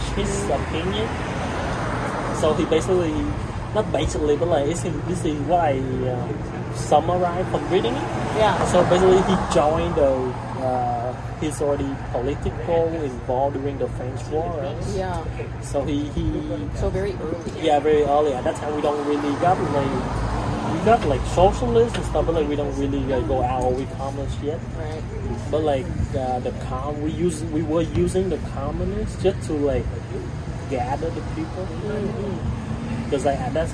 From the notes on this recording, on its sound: They chat outside a coffee house in Long Beach.